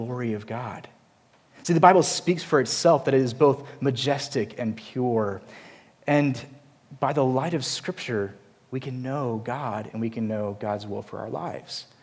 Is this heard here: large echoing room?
yes